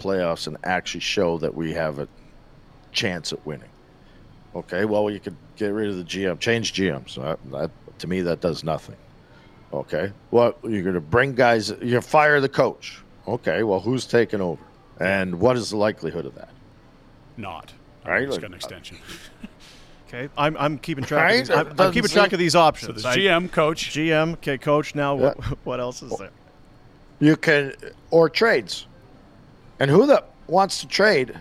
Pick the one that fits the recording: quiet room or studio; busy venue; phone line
busy venue